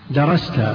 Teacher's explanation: درست بسكون السين وفتح التاء وهي سبعية